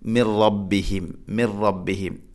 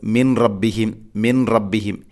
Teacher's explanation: മിൻ സാക്കിനായ നൂന് ശേഷം റാ, ഇദ്ഗാം ബിലാഹുന്ന, മണിക്കാതെ കൂട്ടിലയിപ്പിക്കണം · Shown in: first take · അപ്പോൾ ഓതേണ്ടത് മിർ റബ്ബിഹിം, മിർ റബ്ബിഹിം.